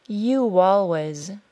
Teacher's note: You always was linked with a W sound. If the W sound or Y sound is not added between the words, the two words can get muddied and less clear.